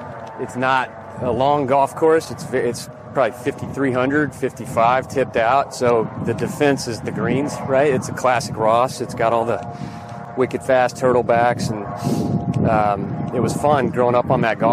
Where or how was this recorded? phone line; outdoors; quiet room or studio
outdoors